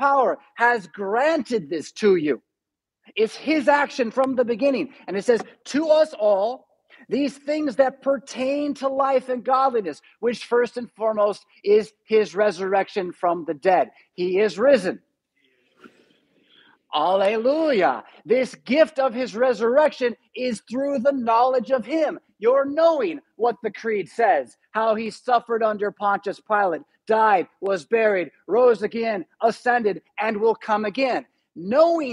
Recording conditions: large echoing room